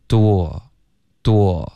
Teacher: 开头呢其实我们的嘴唇是撅起来的，是嘟起来的，有一点嘟的这个感觉，嘟，然后嘴唇要分开，有一个窝的音 door，door，后面呢再加一个二 door。OK，所以这是要求很多的滑动，嘴唇